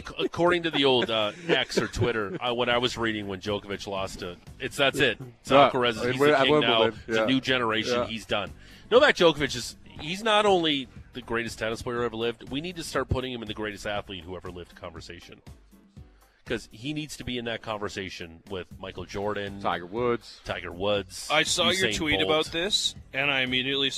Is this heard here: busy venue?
yes